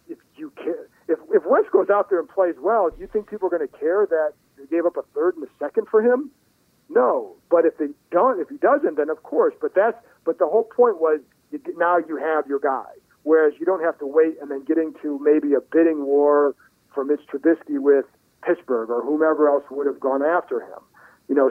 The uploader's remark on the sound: Called in from Augusta.